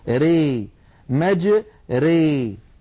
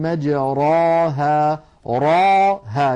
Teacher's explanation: هكذا نقلت إلينا هذه الكلمة ري مج ري بالإمالة الكبرى. لاحظوا بأن الراء هنا أصلها مجراها، الراء مفتوحة، ولكنها لما أميلت لم تعد مفخمة · Shown in: first take